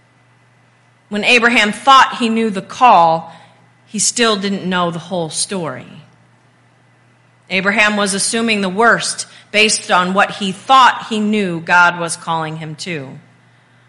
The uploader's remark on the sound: This Message was recorded at Faith UMC on July 2nd, 2023.